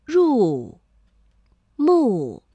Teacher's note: 我们会感受到这个入啊并没有从五降到一 · 两个去声相连，第一个音节变五三，第二个音节保持五一